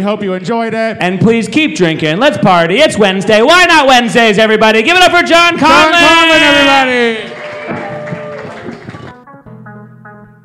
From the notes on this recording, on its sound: LIVE from Precinct, Downtown Los Angeles.